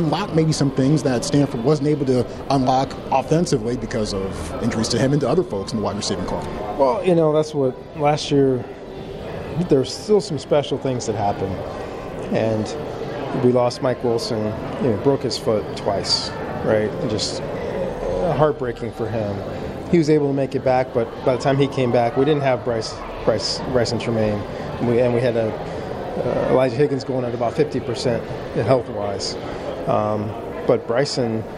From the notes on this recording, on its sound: Media Day Live From LA. Live from 2022 Pac-12 Football Media Day.